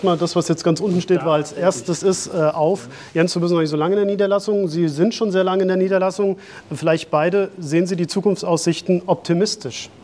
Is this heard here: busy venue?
yes